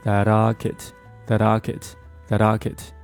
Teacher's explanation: R 的音就给省去了，就变成了 wearing 读得非常的含糊。那么 that 和 locket，那么他们两个在连读的时候，我们听到的只有一个 flap t 的一个声音，这个 l 的声音呢几乎就会被这个 flap t 的声音给它覆盖掉。首先呢，他们两个的发音的位置是一样的，你像我们在发这个 flap t 的时候，我们的舌尖是在我们的上牙膛的这个位置轻轻一点，然后迅速离开。那么 l 的音呢在发的比较快的时候，其实动作是完全一致的，所以说当 t 和 l 连在一起的时候，你可以把它简单的处理成一个 flap t